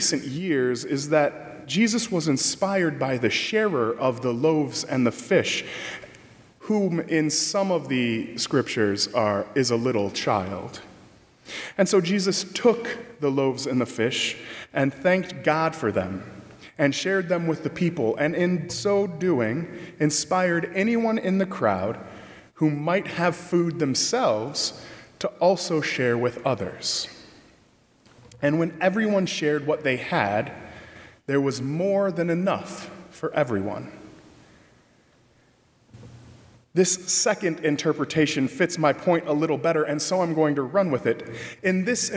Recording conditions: large echoing room